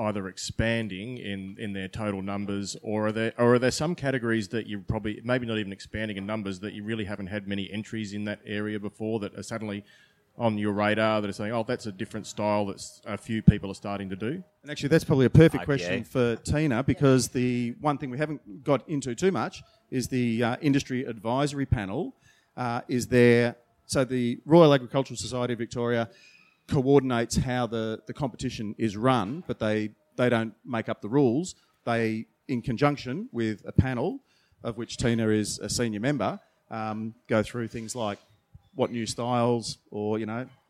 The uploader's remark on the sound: During the recent Good Beer Week in Melbourne, the Cryer Malt trade hub at BeerDeluxe was once again a focus for the brewing industry with a number of important trade discussions taking place. Brews News was able to be there to record some of these panels. This panel, held just hours before the Australian International Beer Awards presentation dinner.